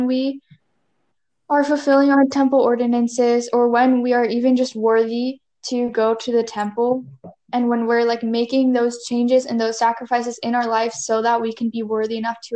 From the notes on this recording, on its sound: I got some of my friends together, via an audio call. Because it was an audio call the audio may appear glitchy at times or cut people off.